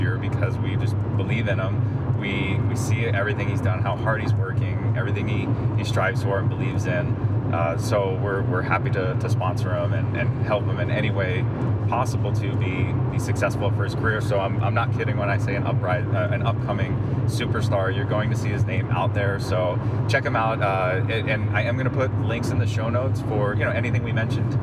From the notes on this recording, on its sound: While driving out to Vegas for the Spartan Super. During our time in the car we had a killer conversation.